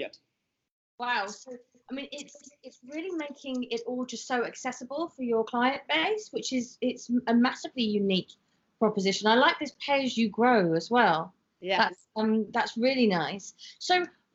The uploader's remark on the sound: is joined over Skype